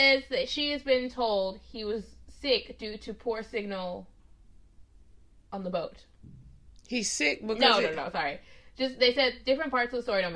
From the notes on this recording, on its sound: clearly, so does my mic